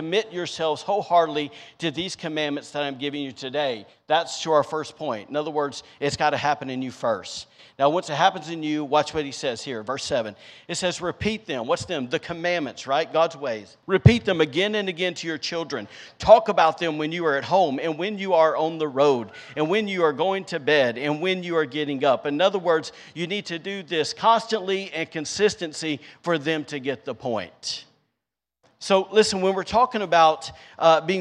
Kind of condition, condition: setting, large echoing room